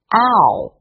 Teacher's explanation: 先把口型张大，逐步缩小，过渡到哦这个音，在滑动过程中，舌位稍微抬高。 · Term: 双元音 ow